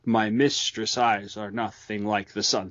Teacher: That's iambic pentameter. So you're hitting into the second syllable.